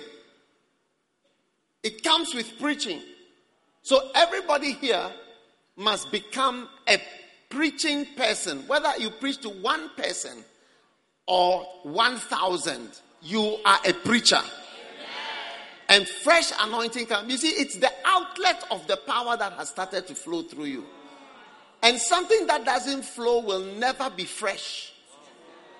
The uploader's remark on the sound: Preached at the Prophetic Encounter Service.